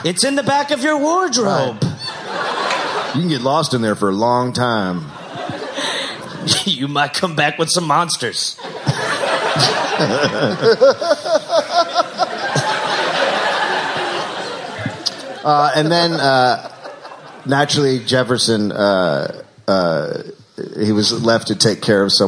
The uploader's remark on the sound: Live in SF